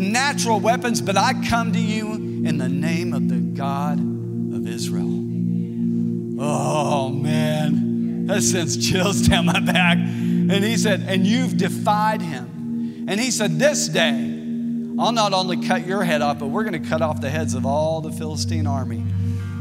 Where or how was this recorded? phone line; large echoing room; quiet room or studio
large echoing room